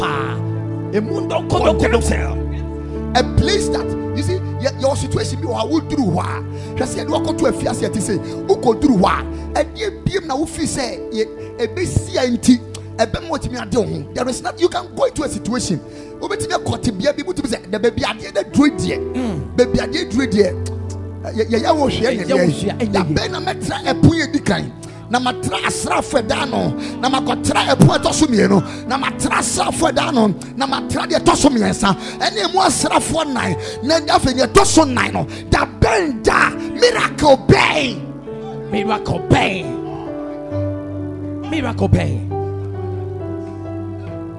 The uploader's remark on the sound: Preached at Ekklesia Chapel